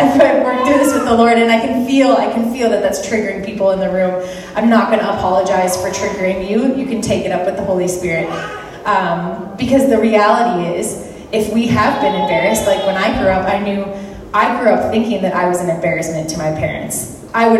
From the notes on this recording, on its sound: speaking in Moose Lake Pentecostal Camp